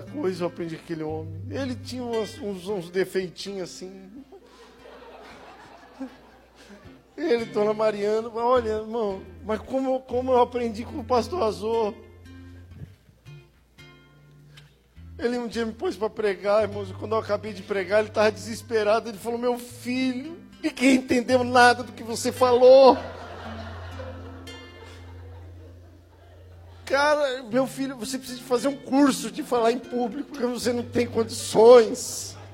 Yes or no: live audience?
yes